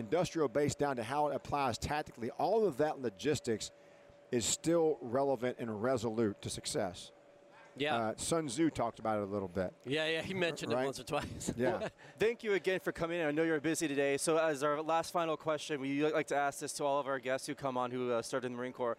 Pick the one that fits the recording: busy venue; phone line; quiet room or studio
busy venue